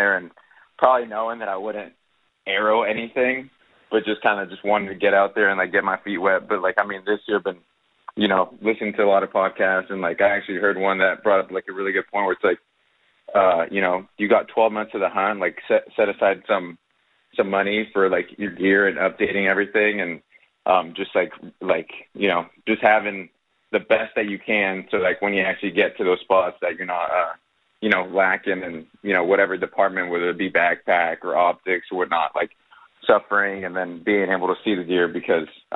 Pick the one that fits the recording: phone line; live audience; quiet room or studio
phone line